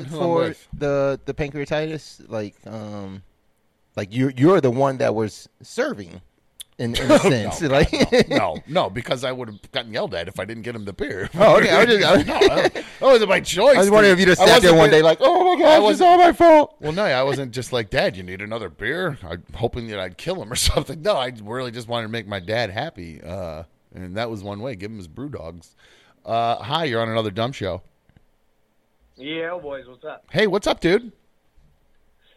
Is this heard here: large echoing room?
no